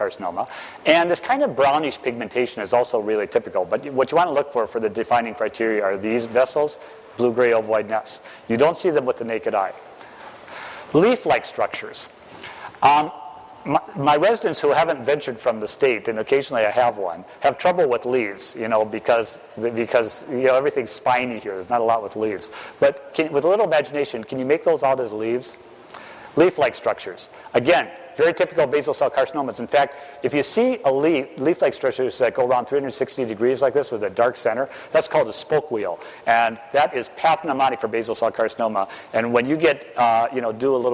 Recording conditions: live audience